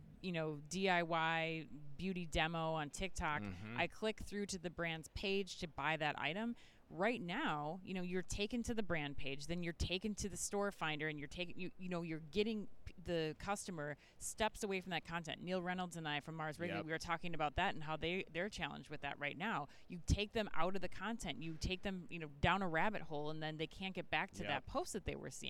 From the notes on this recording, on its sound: live from Shoptalk Europe in Barcelona